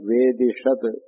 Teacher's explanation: షా అంటే palette, upper palette, అంగుడి పైన ఈ నాలుక తగులుతుంది, దానికి మూర్ధన్యము అని పేరు. కాబట్టి దంత్య సకారము మూర్ధన్య షకారంగా మారుతుంది.